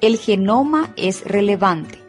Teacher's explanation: La palabra relevante tiene una sílaba tónica, que es la sílaba van, y las sílabas restantes se denominan sílabas átonas, porque no suenan con la misma intensidad que la mencionada.